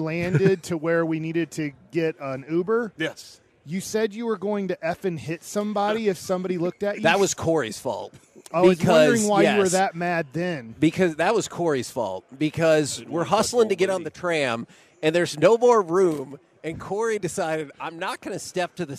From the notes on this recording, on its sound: LIVE from Radio Row in Las Vegas!